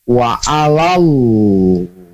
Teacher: Hukumnya lam jalalah tafkhim, alasannya kan ada lafaz Allah sebelumnya baris atas, cara bacanya diayun saja dan baca tebal.